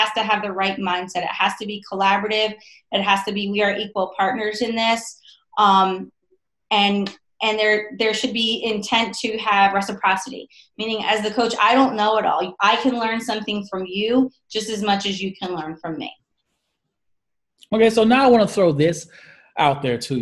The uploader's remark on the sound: On this episode, I Zoom